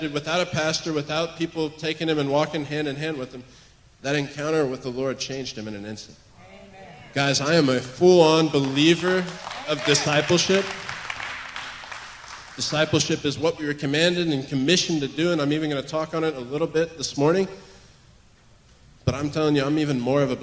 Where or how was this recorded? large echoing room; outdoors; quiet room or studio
large echoing room